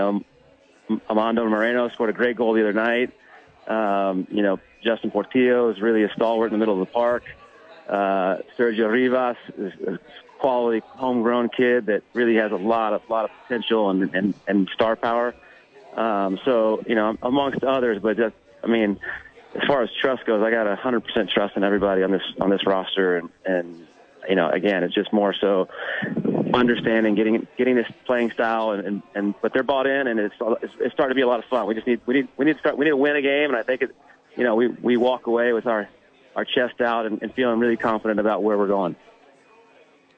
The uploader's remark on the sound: live from Red Door Brewery Downtown Albuquerque